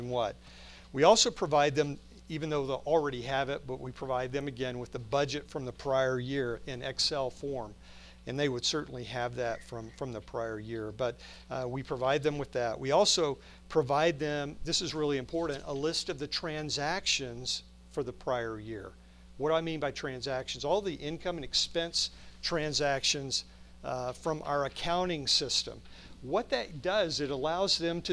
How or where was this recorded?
large echoing room